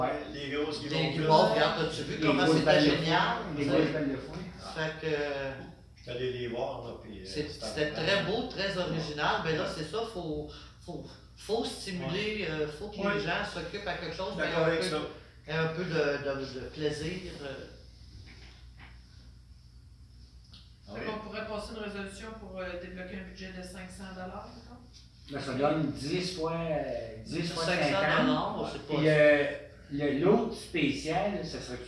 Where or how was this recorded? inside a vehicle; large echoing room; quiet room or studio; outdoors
large echoing room